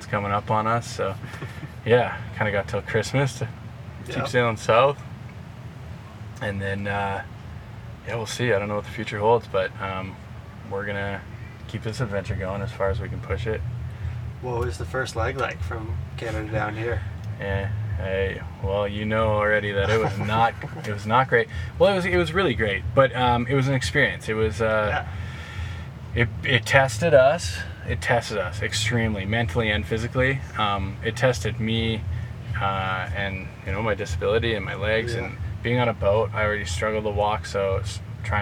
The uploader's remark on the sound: This episode was recorded in person just behind the event venue at the Oceanside Pier and includes the full sounds of a SoCal Beach town - Harleys, electric bikes, lifeguard trucks, boom boxes, skateboards, event announcers, and of course, the surf.